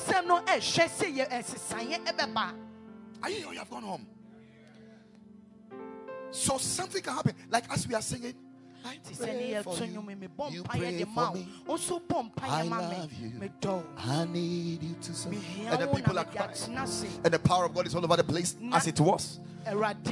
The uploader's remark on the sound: Preached at the Ekklesia Campus.